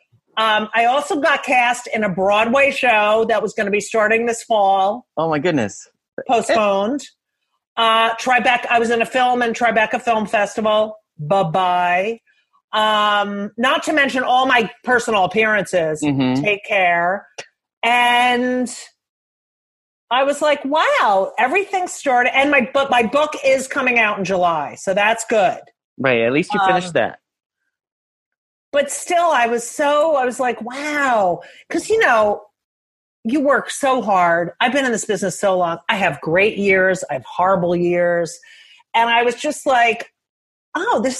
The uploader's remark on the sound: Willing to talk to me during quarantine over Zoom.